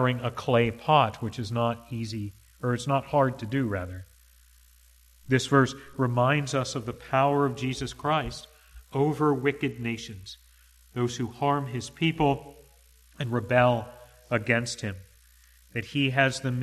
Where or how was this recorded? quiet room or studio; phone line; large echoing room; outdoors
large echoing room